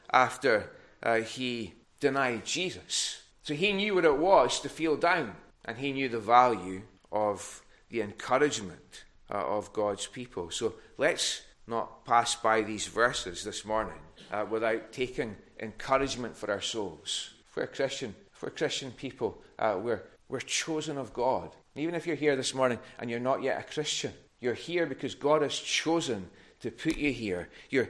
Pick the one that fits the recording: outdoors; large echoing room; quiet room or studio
large echoing room